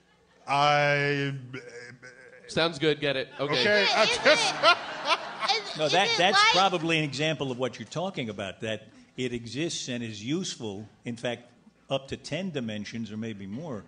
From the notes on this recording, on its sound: our live show at the Bell House in Brooklyn